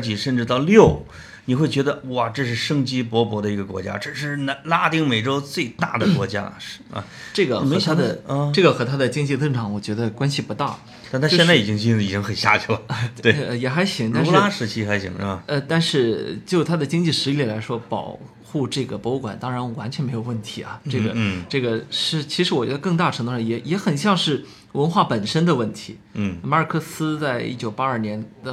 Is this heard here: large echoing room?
no